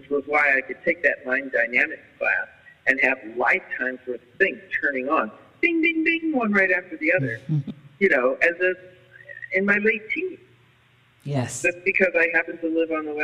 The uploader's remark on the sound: there was a lot of interference and low sound quality (for whatever reasons) with the phone line